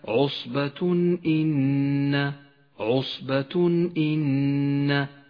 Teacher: حكم الإظهار في قوله تعالى عصبة إن، عصبة إن، التنوين وبعده الهمزة وهي من حروف الإظهار، يظهر التنوين من غير غنة أو تشديد